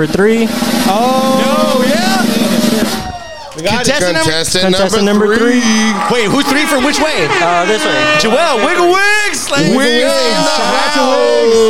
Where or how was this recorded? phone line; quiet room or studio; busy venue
busy venue